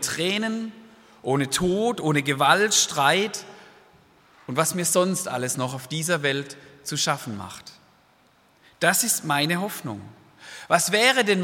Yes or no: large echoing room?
yes